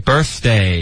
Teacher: 你的舌尖 birth 要贴上齿